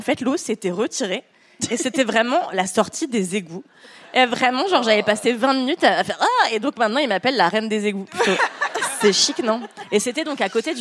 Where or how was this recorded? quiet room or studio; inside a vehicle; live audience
live audience